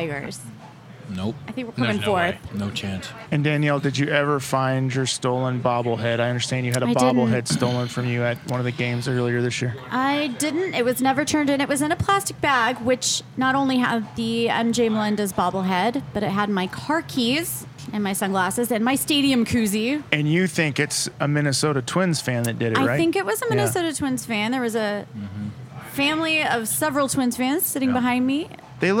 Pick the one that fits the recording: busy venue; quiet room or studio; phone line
busy venue